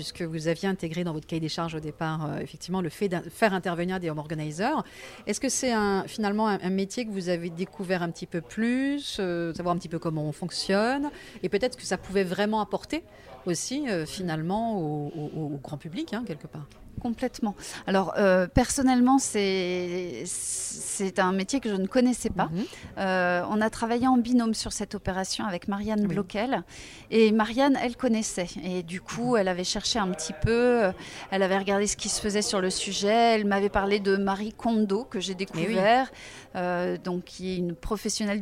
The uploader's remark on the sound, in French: J’ai tendu le micro de Radio P.O. Cette interview a été enregistrée le 27 mars dernier à Angers au siège de l’ADEME dans le cadre d’une Journée Portes Ouvertes à l’occasion des 30 ans de l’ADEME. Nous y avions animé un stand sur le home-organising.